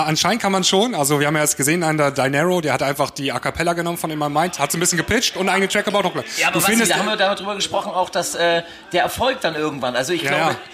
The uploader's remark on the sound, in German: Live vom DJ-Meeting in Hamburg. Wir waren beim DJ-Meeting in Hamburg und haben im Rahmen des Reeperbahn-Festivals einen Live-Podcast aufgenommen. Alles ein wenig hektisch, spontan und chaotisch.